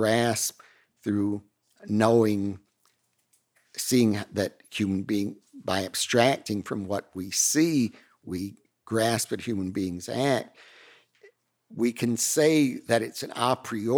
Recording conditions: large echoing room